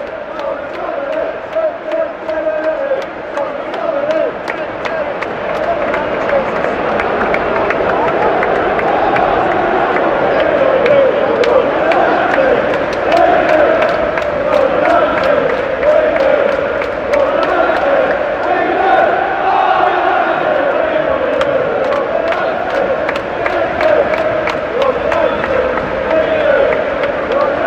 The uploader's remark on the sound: spine-tingling audio direct from Old Trafford